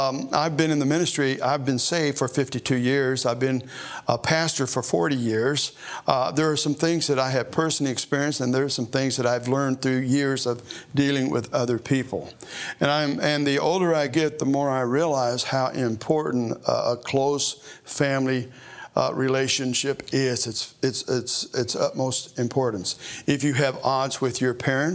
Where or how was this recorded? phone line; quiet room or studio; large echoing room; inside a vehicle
large echoing room